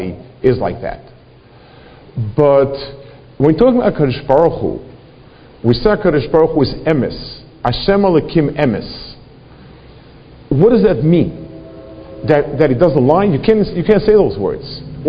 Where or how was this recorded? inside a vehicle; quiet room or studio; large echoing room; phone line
large echoing room